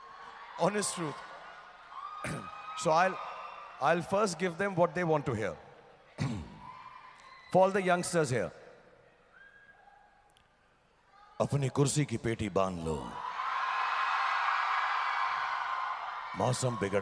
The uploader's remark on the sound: Global Icon Award at Sharjah International Book Fair Speech